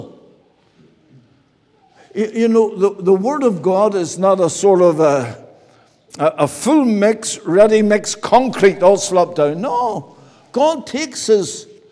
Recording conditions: large echoing room